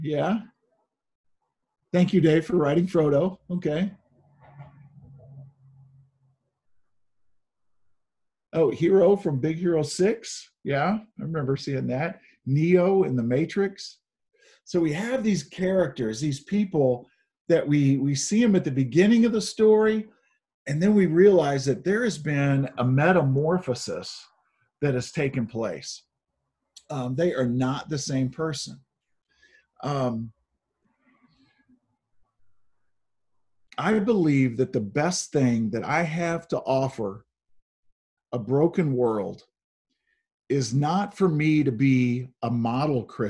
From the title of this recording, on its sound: Zoom Sunday